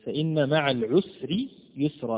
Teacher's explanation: فإذا وقفت على العسر وقفت عليها بالتفخيم